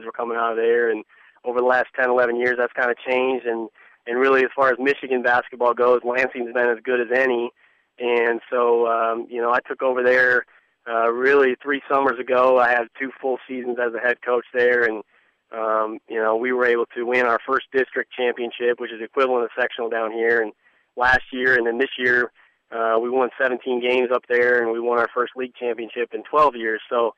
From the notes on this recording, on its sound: talks by telephone